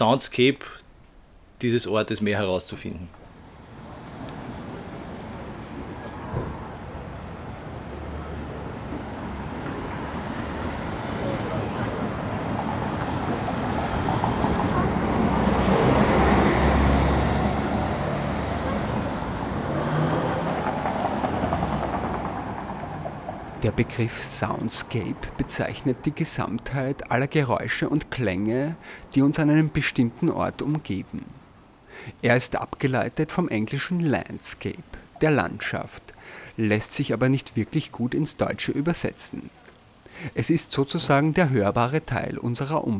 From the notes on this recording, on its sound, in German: Mit einem Audiorecorder auf der Thaliastraße in Wien. Dazu hören wir den Sound der Thaliastraße.